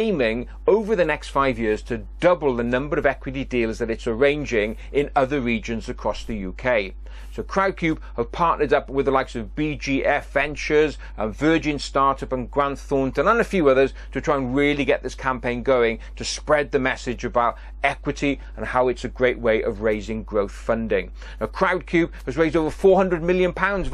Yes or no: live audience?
no